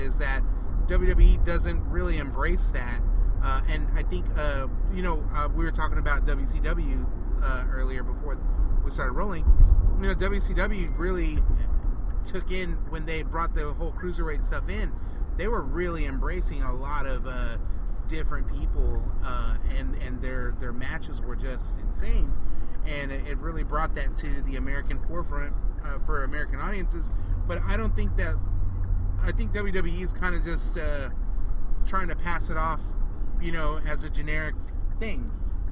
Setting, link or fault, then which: fault, background noise